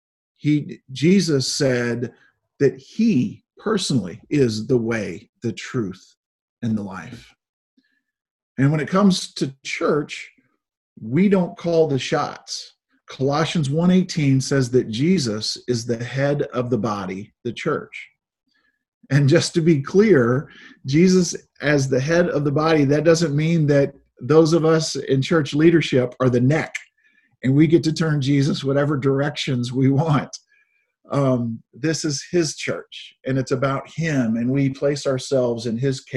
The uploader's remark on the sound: Zoom Sunday